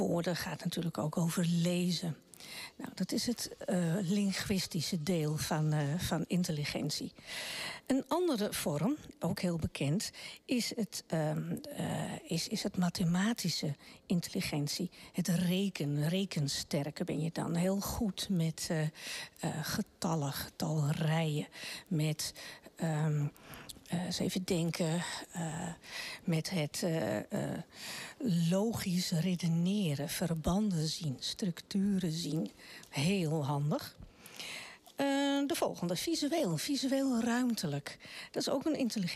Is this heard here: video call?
no